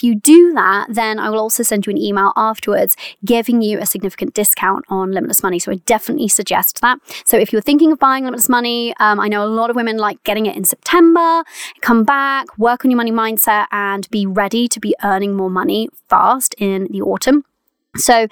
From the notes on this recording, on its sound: very first episode recorded from my van